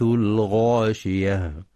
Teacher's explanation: كما يراعى تفخيم الغين في الغاشية